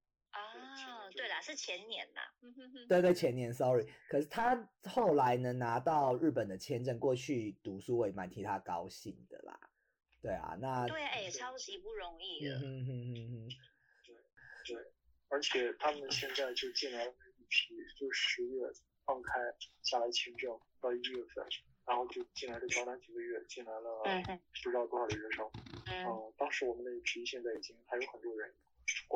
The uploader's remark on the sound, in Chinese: 東京、台北、洛杉磯 三方跨國連線。因跨國錄音 音質問題 請見諒。